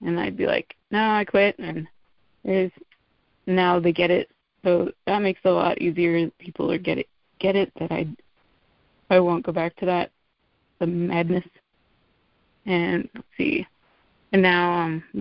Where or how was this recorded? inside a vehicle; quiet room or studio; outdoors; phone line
phone line